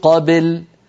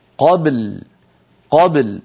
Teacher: انتبهي عند الوقف على ساكنين متجاورين كقوله تعالى رزقنا من قبل، قبل هنا عند الوقف يجتمع ساكنان الباء واللام، فعلينا أن نبين كل منهما وألا نجعل الباء تميل إلى الكسر، يعني لا نقول قبل بل هكذا لا يصح، قبل قبل نقلقل الباء ساكنة ونتبعها بلام ساكنة · Shown in: second take